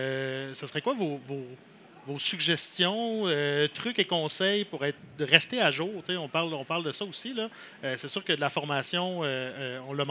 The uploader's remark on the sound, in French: Le Son de la Terre au Salon de l'agriculture